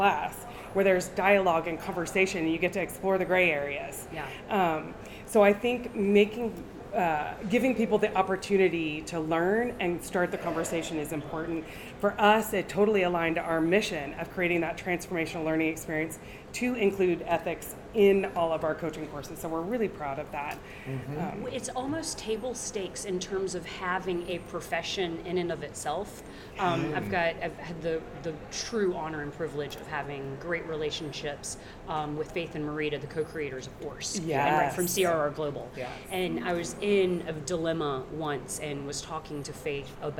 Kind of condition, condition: fault, background noise